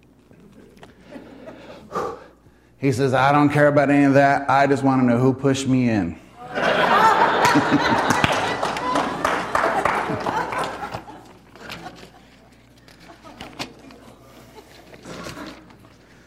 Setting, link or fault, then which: setting, live audience